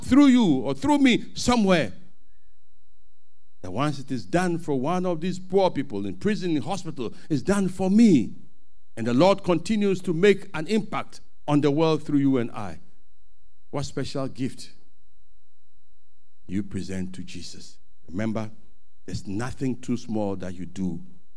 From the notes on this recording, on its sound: Sermon preached at CBC